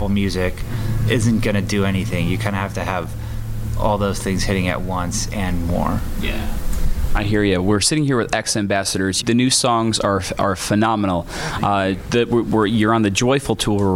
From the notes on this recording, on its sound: Backstage before their sold out show at Chicago&#8217;s Aragon Ballroom. Backstage before their sold out show at Chicago’s Aragon Ballroom.